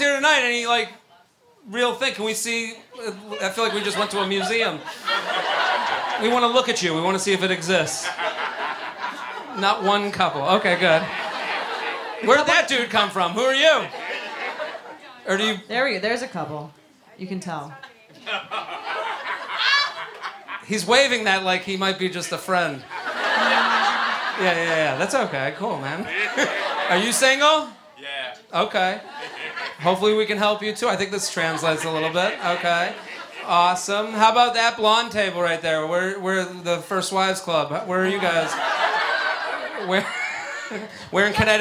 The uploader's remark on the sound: Live At The Comedy Cellar (10 PM Show)